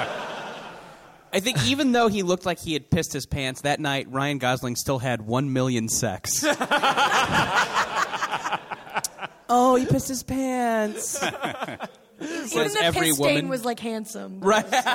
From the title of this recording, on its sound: Live in San Francisco